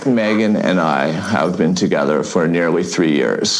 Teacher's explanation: This is the most vocal fry I've ever heard in a man, guy, or actually maybe in a human.